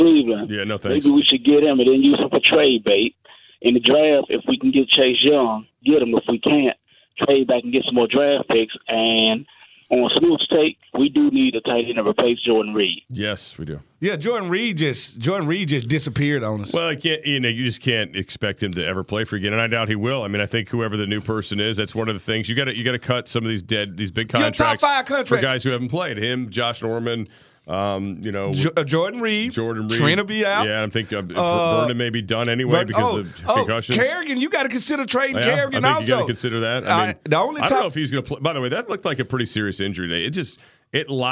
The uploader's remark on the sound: fans call in to give thoughts as well